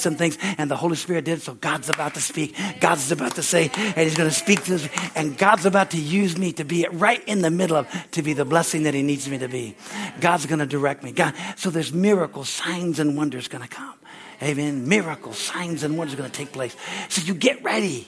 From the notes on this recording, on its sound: Sunday, January 7, 2024 at Harvest Bible Church in Stockton, CA.